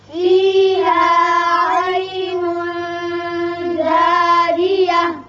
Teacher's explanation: یہاں اخفاء ہوگا را باریک ہوگا نیچے زیر ہے